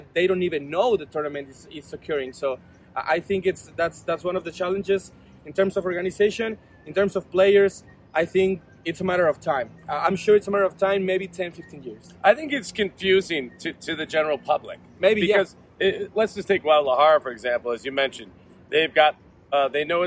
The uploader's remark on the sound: Live from WTA Guadalajara 2022